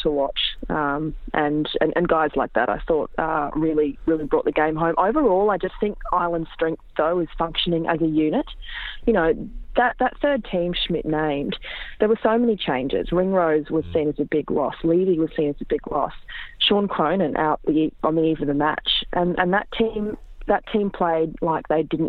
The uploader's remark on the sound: phones in from Bangkok